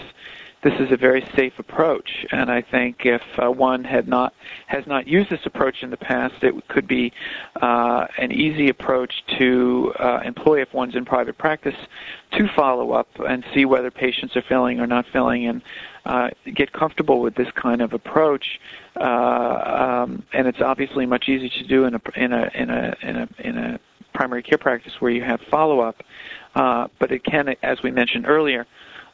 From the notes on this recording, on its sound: Author in the Room® Teleconference.